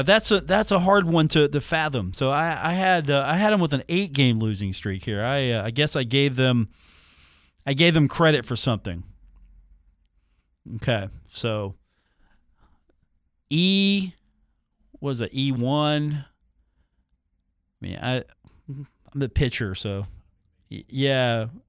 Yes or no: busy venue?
no